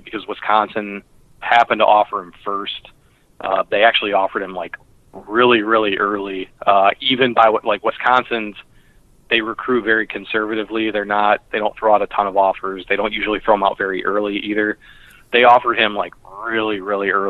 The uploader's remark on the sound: Sorry for the audio quality on the call. The Skype gremlins were at work.